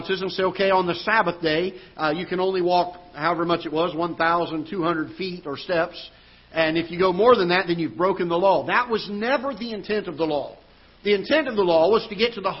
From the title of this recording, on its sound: Ketha Heights Baptist Church ~ Live Broadcast